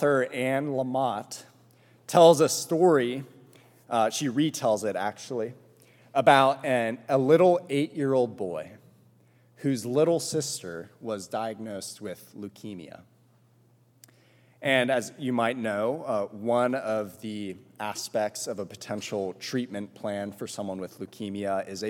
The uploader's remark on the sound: This sermon was preached at All Souls Presbyterian Church on May 8